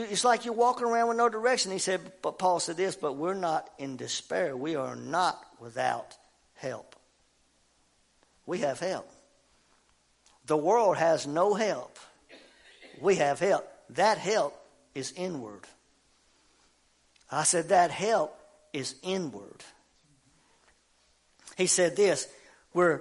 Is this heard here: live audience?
yes